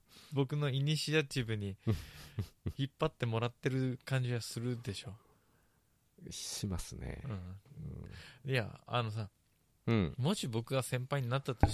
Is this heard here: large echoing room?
no